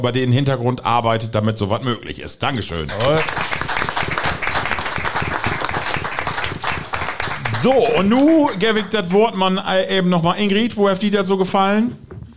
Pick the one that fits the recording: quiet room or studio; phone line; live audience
live audience